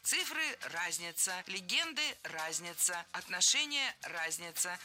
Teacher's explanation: Много раз прозвучал глагол «разняться» с неправильным ударением. А правильное ударение должно быть на первом слоге «разница». Цифры – разница, легенды – разница, отношения – разница.